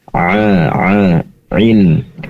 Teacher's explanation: pastikan keluarnya huruf ain itu dari tenggorokan bagian tengah. A ilm, tadi terdengar seakan hamzah, yaitu i bi ilm, kurang ain ya, seakan hamzah.